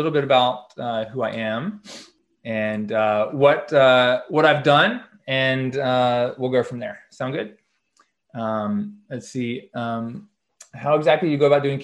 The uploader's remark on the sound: Call With UMass Lowell DPT Club. Shares his Zoom conference with UMass Lowell DPT Club.